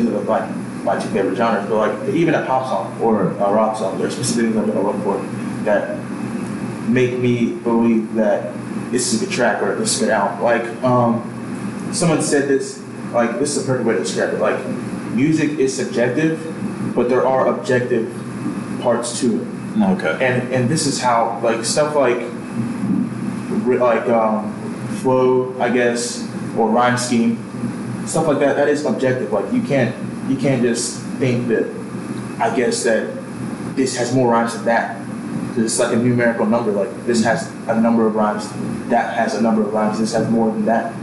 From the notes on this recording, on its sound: Bad Audio. Ironically with less than studio quality audio.